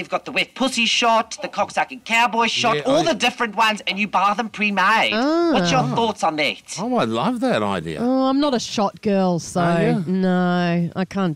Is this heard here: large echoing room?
no